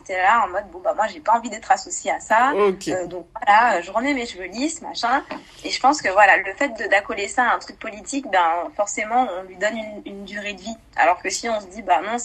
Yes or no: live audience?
no